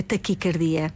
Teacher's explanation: O A é fechado, a forma correta, a pronúncia correta é taquicardia. E não taquicárdia.